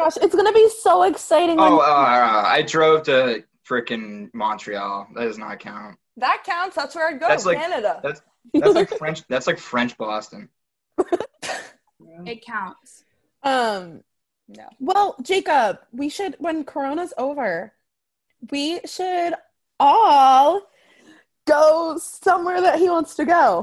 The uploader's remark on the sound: Apologies for the audio quality, that’s on zoom.. It’s all zooms fault!